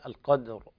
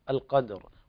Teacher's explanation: الدال يعني مرققة لا تفخمها فتصير إلى ضاد · Shown in: first take